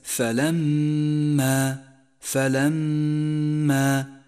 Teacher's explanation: ولون التنوين بالرمادي إشارة إلى عدم نطقه. تأمل كلمة فلما، فلما، جاءت الميم مشددة، لذلك لونت باللون الأخضر لأنها تحتاج إلى غنة زمنها حركتان، أي هكذا فلما. لاحظ المد العارض للسكون في كلمة الحكيم